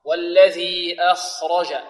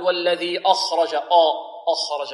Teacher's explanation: والخاء مفخمة، وكذلك الراء مفخمة، والجيم مرققة · Shown in: first take · والذي أخرج، لا نقول والذي أخرج آ، أخرج خطأ.